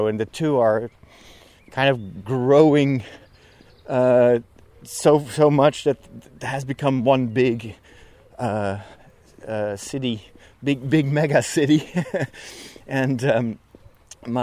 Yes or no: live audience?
no